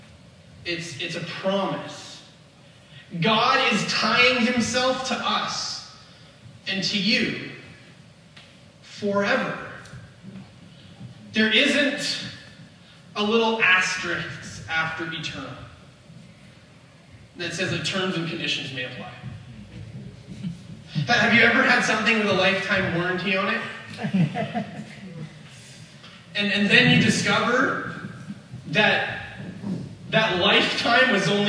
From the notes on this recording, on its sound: We apologizefor the poor audio quality for this weeks message, we had some interruptionsin our usual recording process and they will be fixed for next week.